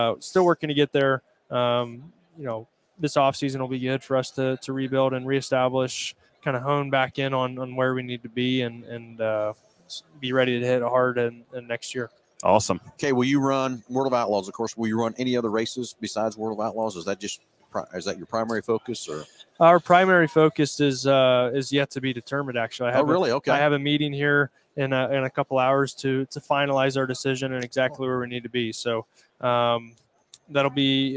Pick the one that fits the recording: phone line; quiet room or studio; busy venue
busy venue